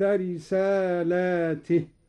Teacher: قرأ قالون بمد اللام على الجمع هكذا: وإن لم تفعل فما بلغت رسالاته، لأن الرسالات تتعدد.